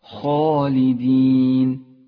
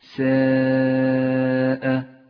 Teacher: الألف الأولى في كلمة خالدين مفخمة لأنها سبقت بحرف مفخم هو الخاء، وأما الألف الثانية فهي ألف مرققة في كلمة ساء، رققت لأنها سبقت بحرف مرقق.